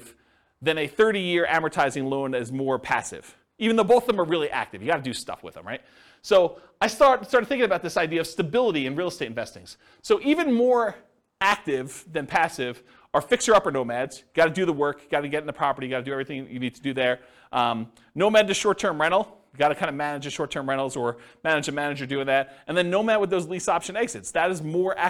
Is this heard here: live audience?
yes